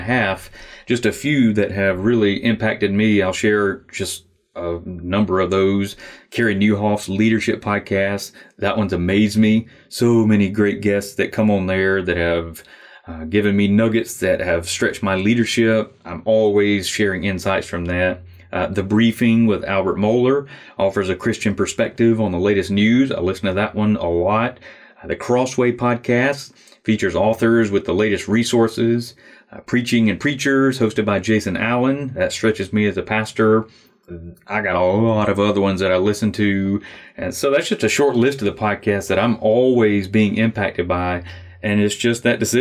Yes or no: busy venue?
no